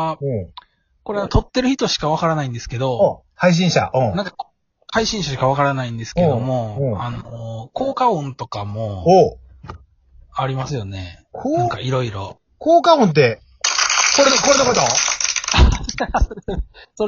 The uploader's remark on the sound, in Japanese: 2人組 #笑い声あり。リモート収録。ゲストと一緒に配信。